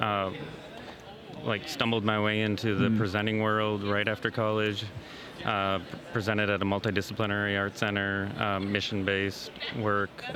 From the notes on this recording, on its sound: Live From Our Booth at MAX